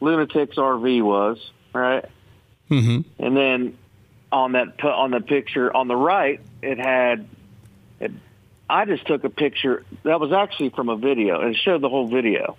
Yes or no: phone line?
yes